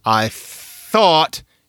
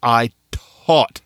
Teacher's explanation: And specifically, what he's doing is substituting what we call stops, sounds where you stop the airflow, like p, t, k, instead of using fricatives · Shown in: second take · the hissy sounds like the s's and the th's. · Term: sound substitution